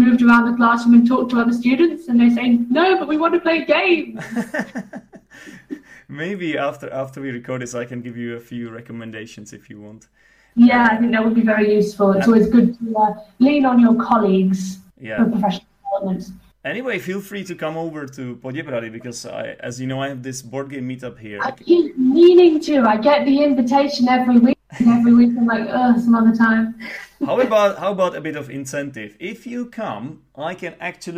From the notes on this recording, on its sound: We did a nice skype catch-up.